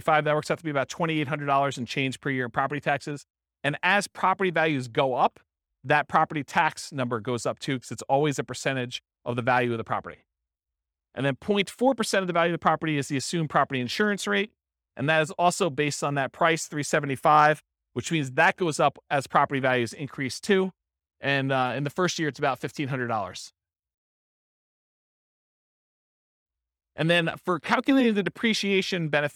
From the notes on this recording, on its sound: This was a live class recorded